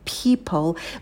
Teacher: в слове people не забывайте придыхание на «п»